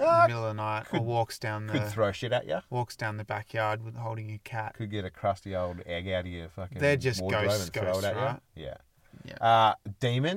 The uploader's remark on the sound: Recorded in the car studio at our second favorite camp spot in the southwest of WA, a pork knuckle slow cooking over the hot coals.